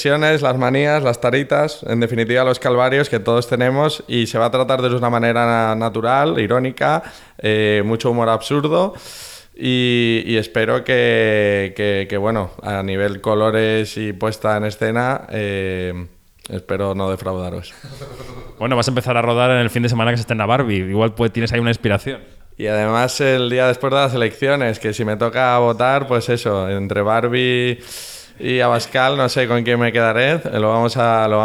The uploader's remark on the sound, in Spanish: charla en el festival Cinema Jove